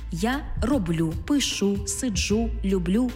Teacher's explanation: У коротких дієсловах першої особи однини, тобто це я, так, здебільшого наголошуємо останній склад